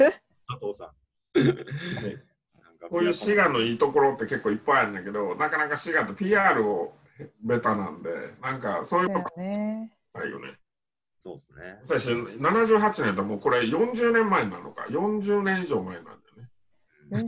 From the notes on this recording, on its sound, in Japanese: Zoom 中川木工芸比良工房 × -CONNECT。